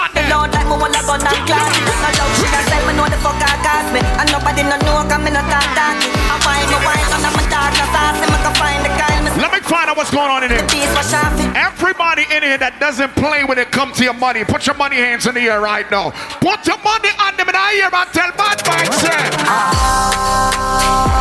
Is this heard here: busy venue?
yes